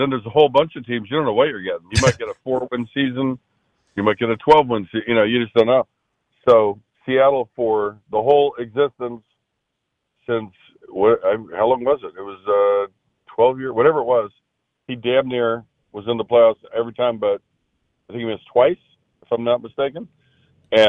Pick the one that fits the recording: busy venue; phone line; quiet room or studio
phone line